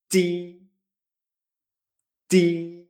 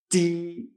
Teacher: Me vibra un poco la garganta, pero suena más a CH.